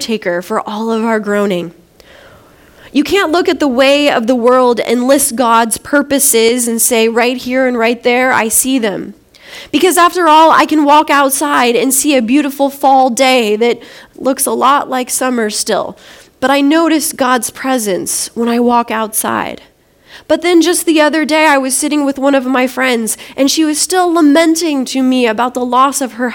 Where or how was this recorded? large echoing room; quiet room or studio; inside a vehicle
large echoing room